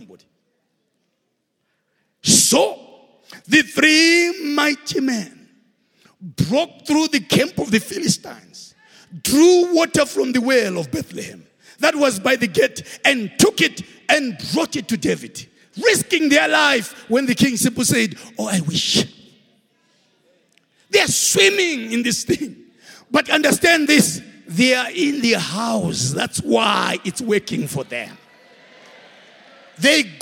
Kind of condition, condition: setting, live audience